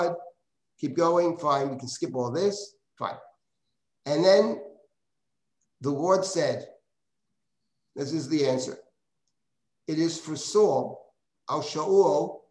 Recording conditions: video call